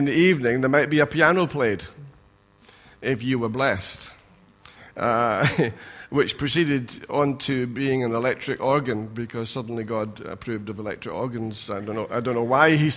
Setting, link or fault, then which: setting, large echoing room